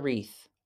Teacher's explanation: The W is silent and the T-H is unvoiced.